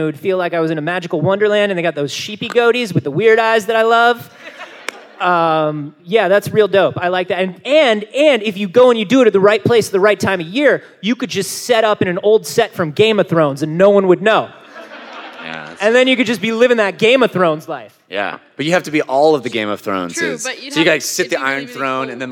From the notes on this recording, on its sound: This one was recorded live at the PAX South convention in San Antonio Texas, and consists entirely of questions from the audience.